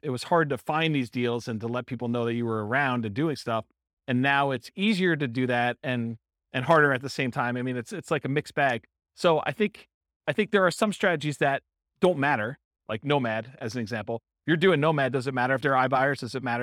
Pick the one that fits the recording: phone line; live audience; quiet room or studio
live audience